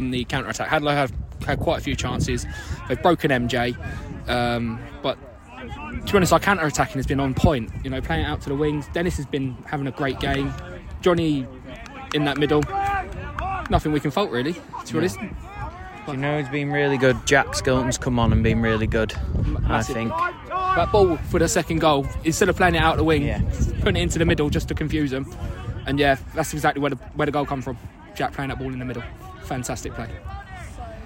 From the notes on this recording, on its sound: From the touchlines. Does a live pod during the game and interviews a few of the lads in the process.